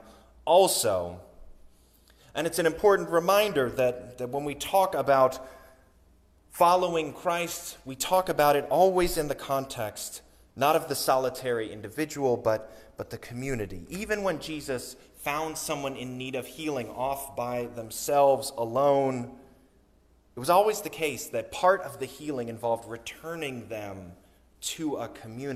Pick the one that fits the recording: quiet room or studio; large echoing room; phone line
large echoing room